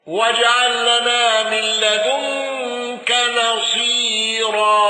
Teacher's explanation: الأزرق بالإشباع وترقيق الراء